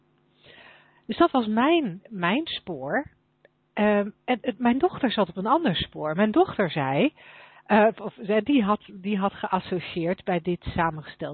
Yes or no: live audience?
no